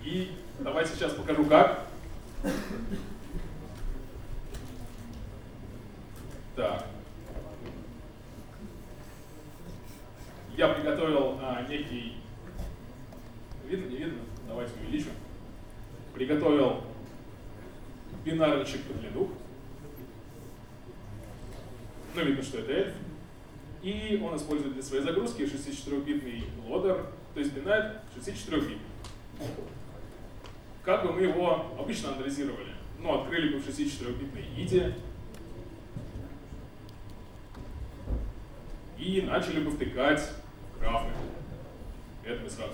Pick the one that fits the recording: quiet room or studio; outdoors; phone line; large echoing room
large echoing room